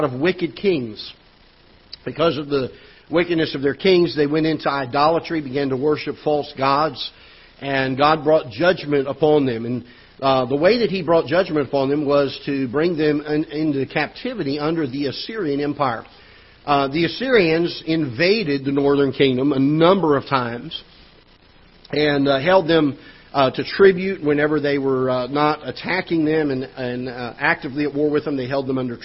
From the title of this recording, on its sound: Ketha Heights Baptist Church ~ Live Broadcast